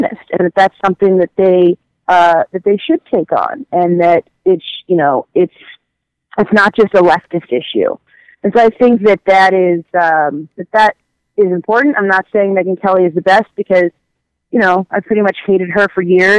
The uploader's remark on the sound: A post-election call-in show. A special celebrity caller.